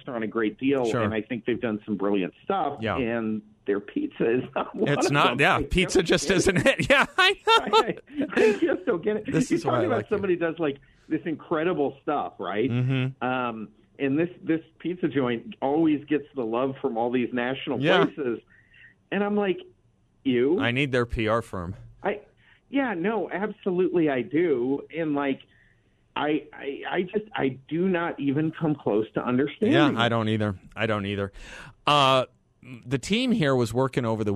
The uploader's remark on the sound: by phone for the full hour